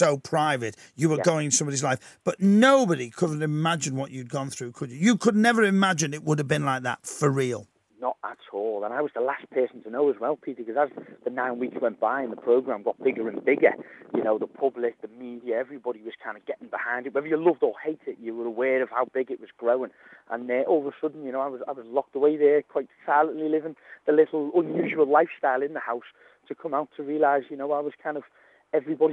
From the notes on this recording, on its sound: receives a surprise Phone Call